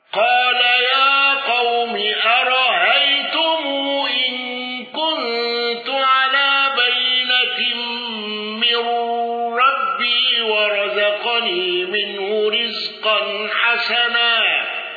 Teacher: قالون بصلة ميم الجمع وقصر الصلة